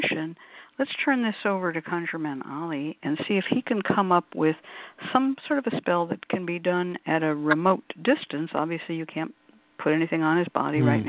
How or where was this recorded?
phone line